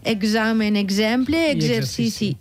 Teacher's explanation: Que les tres van ahí lligadetes sí. I que s'han de pronunciar com una geseta, no? Un poc així en sonore, no?